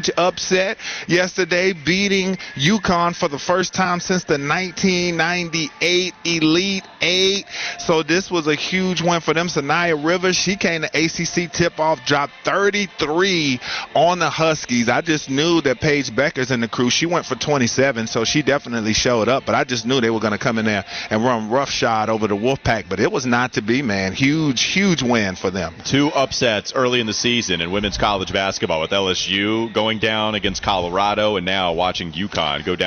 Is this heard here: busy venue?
yes